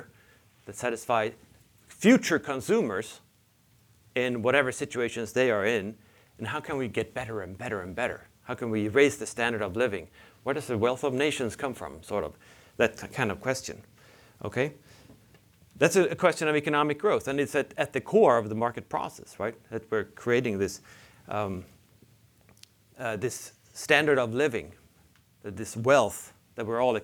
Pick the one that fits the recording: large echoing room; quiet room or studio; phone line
large echoing room